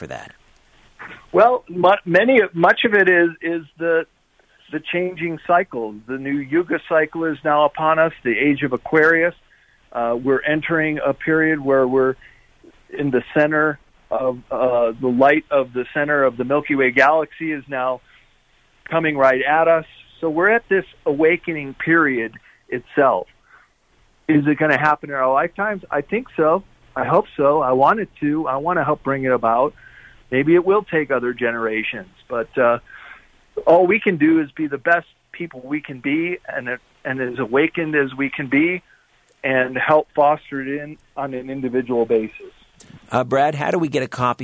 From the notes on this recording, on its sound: opens the phones for listener questions and comments